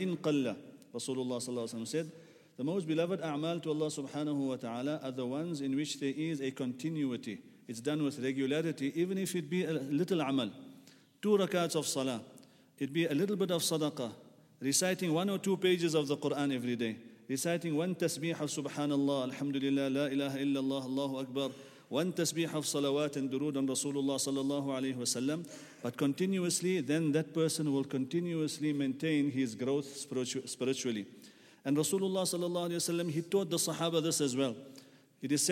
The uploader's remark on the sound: at the Houghton Masjid (West Street)